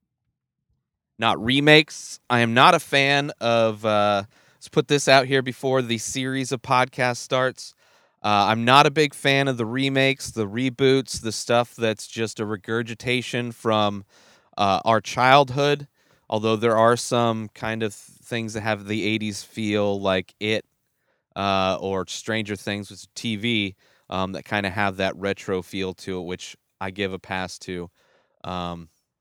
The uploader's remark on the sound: Directly from the movie theater to the back of his van to record his thoughts and opinions.